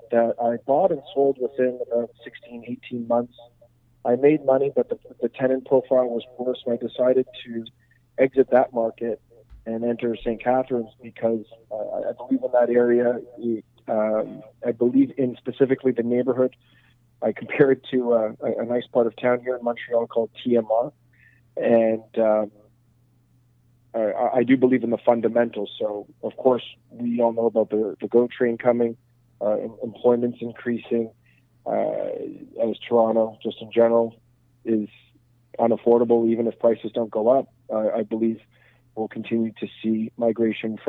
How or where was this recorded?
phone line